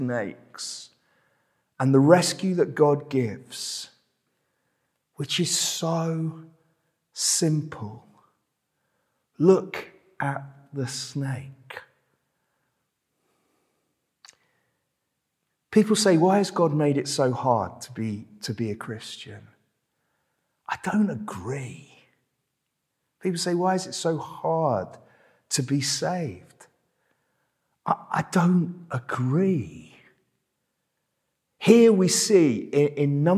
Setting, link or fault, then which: setting, large echoing room